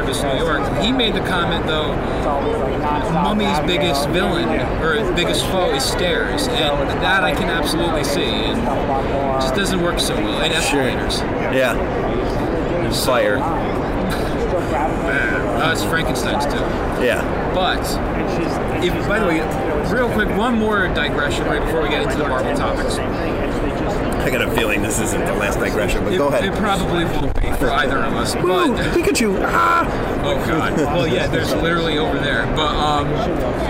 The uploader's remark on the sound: the episode we recorded during Toy Fair 2019 at the Jacob K Javits Center in New York City